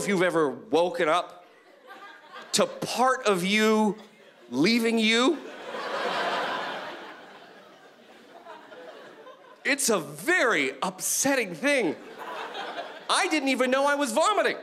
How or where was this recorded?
live audience